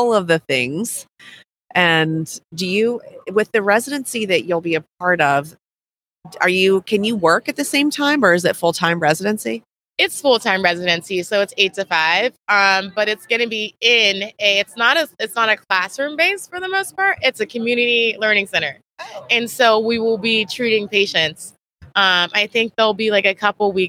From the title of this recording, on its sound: LIVE from Smilecon